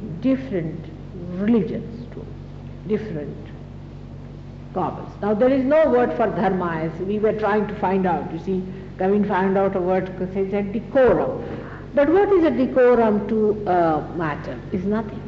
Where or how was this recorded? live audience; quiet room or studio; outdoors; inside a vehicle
live audience